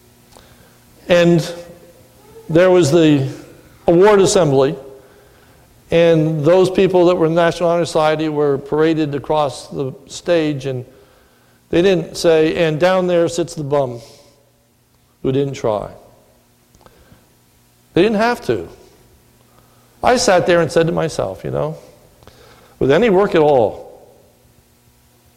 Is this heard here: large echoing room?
yes